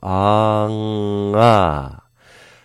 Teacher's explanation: We're not going to pull it down. We're going to pop the soft palate back up and release it off the back of the tongue to make an ah. · Term: soft palate lifting